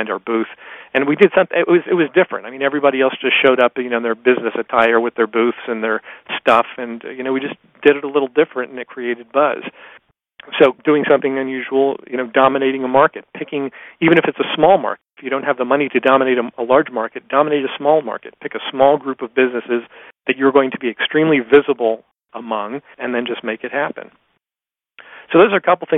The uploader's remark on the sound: excerpt from a live Top Secrets teleconference